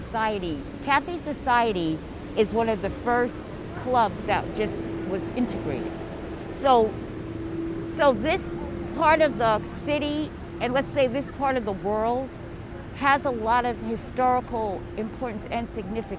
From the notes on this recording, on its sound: 7 Washington Square Park. In this episode we go out of the studio and into the field to meet the Parkies who manage it, and listeners will be able to hear all of the Village sounds (and a thunderstorm) of a busy summer day in this beautiful spot.